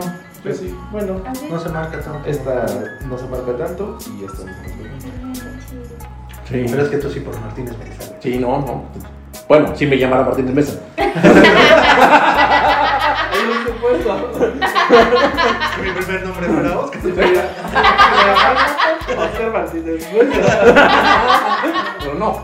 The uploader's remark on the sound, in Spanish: Episodio piloto trabajaremos en el audio.